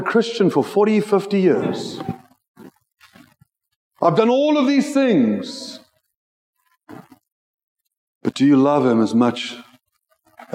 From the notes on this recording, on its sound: Joshua Generation Church Milnerton congregation.